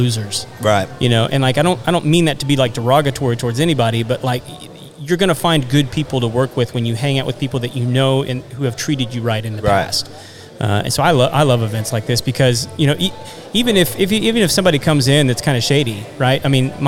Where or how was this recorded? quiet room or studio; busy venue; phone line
busy venue